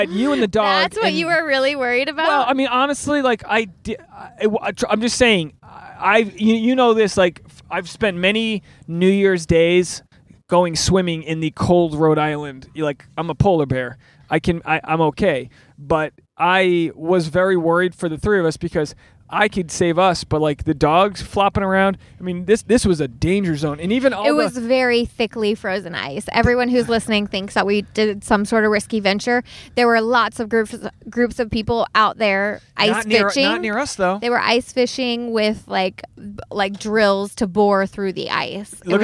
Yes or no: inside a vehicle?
yes